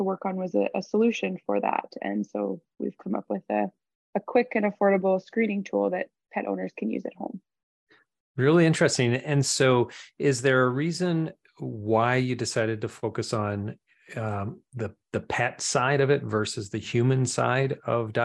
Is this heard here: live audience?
no